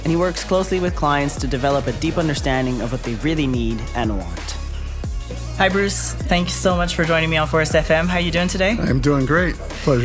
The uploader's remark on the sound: Live From Strategies TBX23